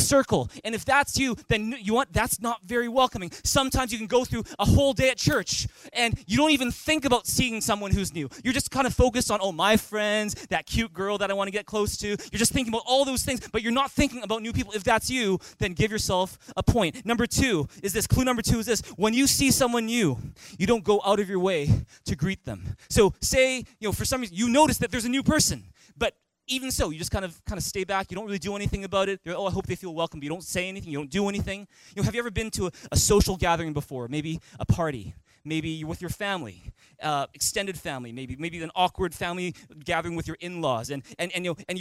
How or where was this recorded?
large echoing room